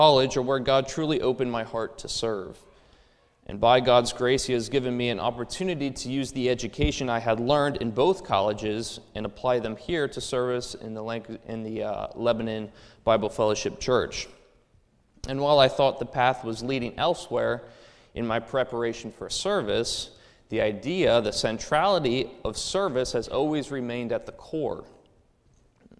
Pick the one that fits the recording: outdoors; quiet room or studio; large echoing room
large echoing room